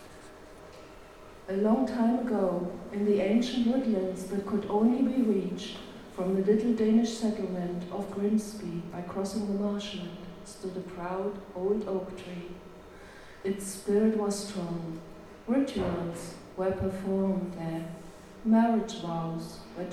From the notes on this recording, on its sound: Today's mini-episode is another recording made at the very successful book launch of Tales from the East Marsh by our very own East Marsh Writers Group, Quills.